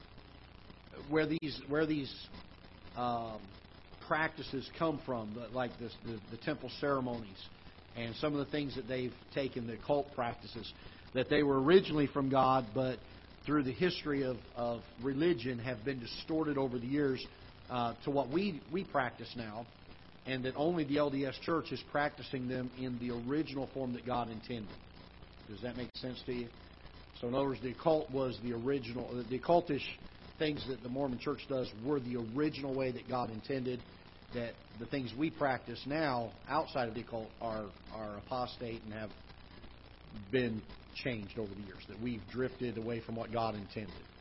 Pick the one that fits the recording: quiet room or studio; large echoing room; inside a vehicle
large echoing room